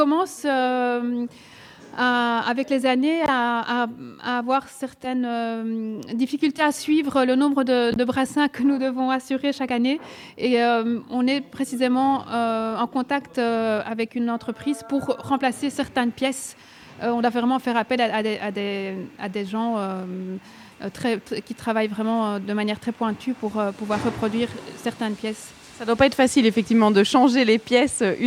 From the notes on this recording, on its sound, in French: en direct de la brasserie Cantillon à Anderlecht